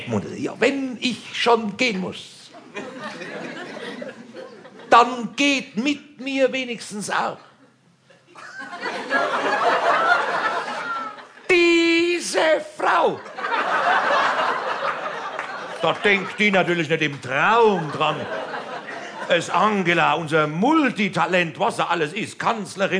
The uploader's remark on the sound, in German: Format: Original Recording. Diese Sammlung enthält die Live-Mitschnitte zu seinen drei Soloprogrammen.